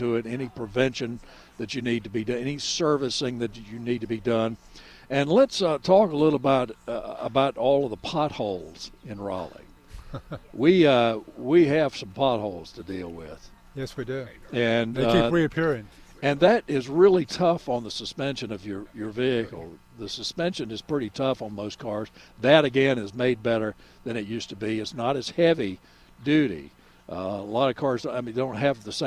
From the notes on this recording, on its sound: broadcasting live from Campbell Road Nursery.